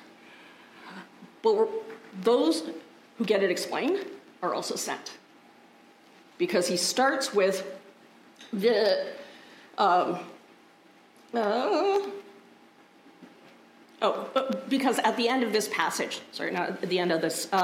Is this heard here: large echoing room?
yes